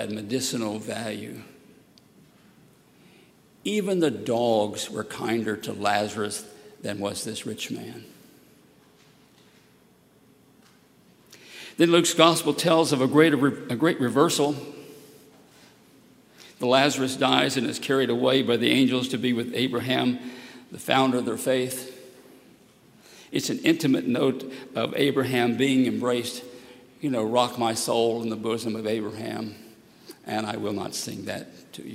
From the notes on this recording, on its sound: at Highland Baptist Church, Louisville, Kentucky